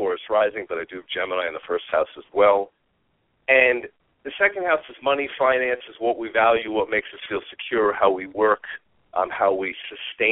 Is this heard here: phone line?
yes